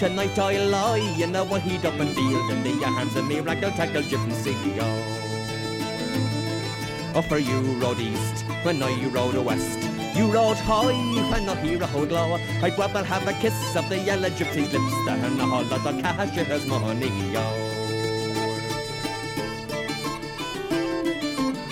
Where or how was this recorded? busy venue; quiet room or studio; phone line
busy venue